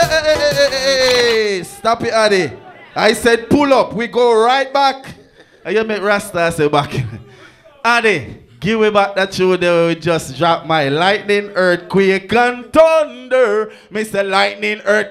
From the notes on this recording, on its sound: the Live Audio of the Last Do it for the Love 4 Inna Raw Stylee